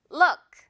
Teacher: look 아니고요. look 이 정도로 으와 우 사이 정도 우 아주 짧게